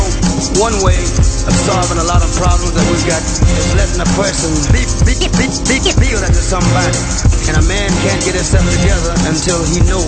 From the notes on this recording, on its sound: Live at ThaAfterparty